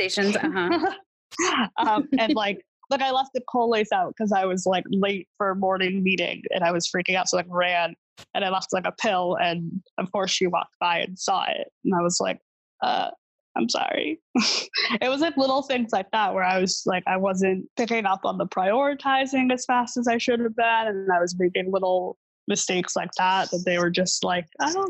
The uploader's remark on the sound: Recorded with Zoom Web Conferencing. Edited with Adobe Audition.